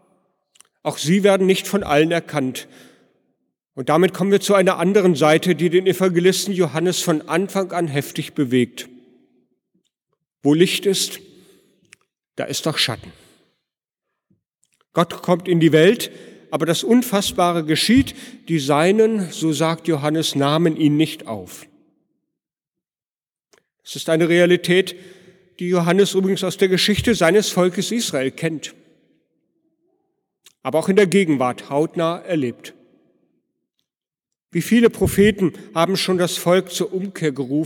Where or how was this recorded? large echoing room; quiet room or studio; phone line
large echoing room